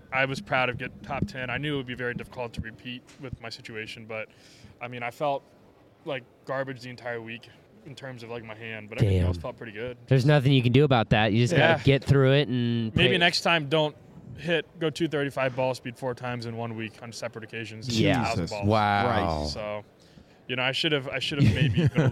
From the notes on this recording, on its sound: Live from the Dallas Golf Show. Live from the DFW Golf Show.